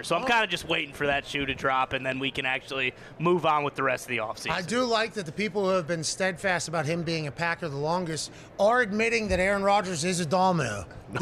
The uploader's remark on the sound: LIVE from radio row in BEAUTIFUL Phoenix, Arizona